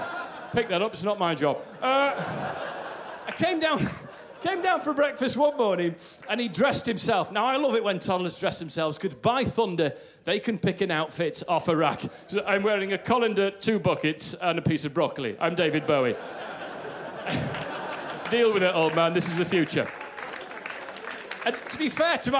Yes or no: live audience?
yes